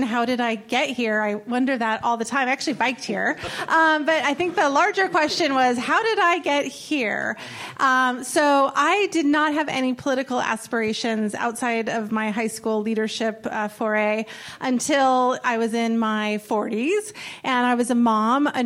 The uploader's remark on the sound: Audience Questions